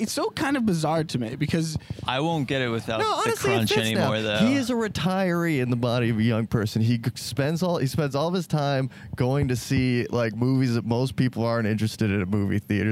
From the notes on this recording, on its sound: LIVE FROM THE GROCERY STORE! Recording in the Thai Town Ralphs.